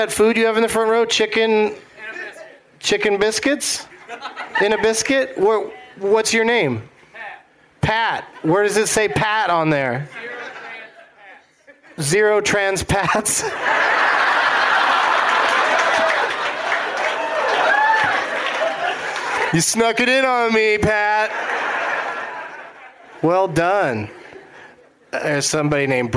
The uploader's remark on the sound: Live from The Firebird in St. Louis, MO.